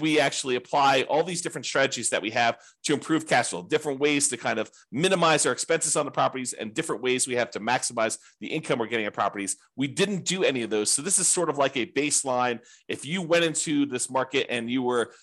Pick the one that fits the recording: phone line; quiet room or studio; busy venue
quiet room or studio